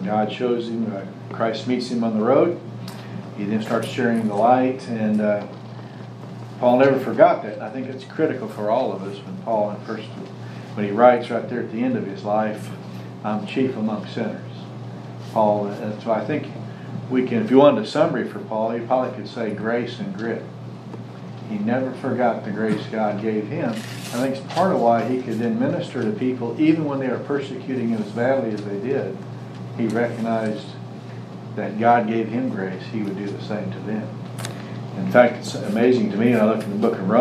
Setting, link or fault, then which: setting, large echoing room